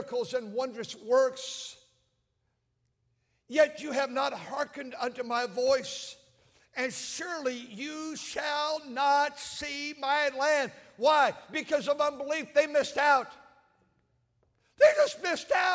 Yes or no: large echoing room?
yes